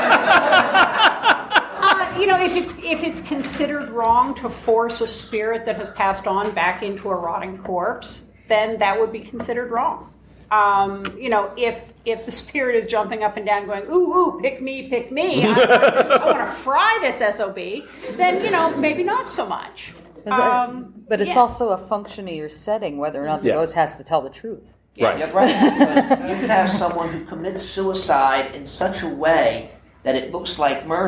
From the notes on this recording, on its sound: Another fantastic panel from Balticon 2019.